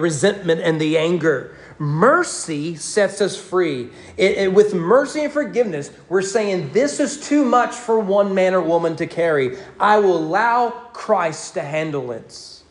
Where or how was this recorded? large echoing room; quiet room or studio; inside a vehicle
large echoing room